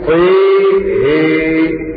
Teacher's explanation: أمال الطاء والهاء معا المشار إليهم بكلمة صحبة